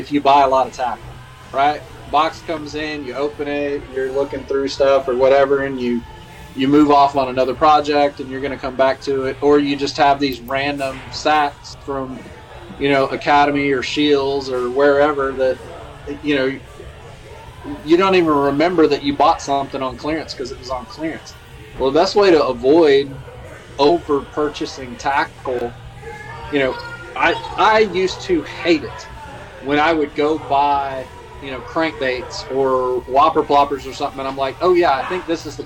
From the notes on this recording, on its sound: LIVE from the The Tractor Bar. Live and Unfiltered... LIVE from the The Tractor Bar.